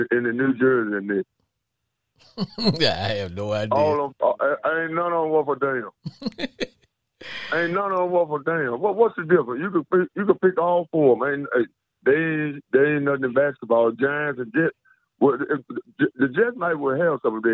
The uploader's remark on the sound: Is a one hour live streaming Sports Entertainment Podcast where callers get up to 2 minutes to blow off steam.